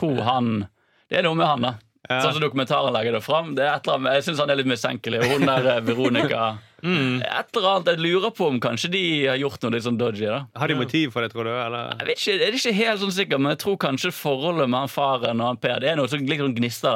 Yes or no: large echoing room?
no